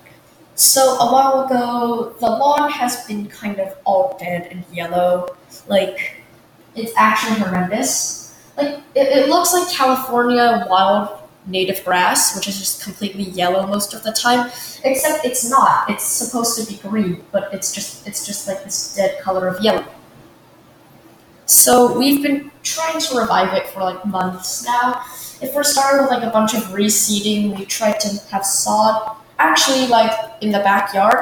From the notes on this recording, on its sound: my mic is horrible and theres so much echo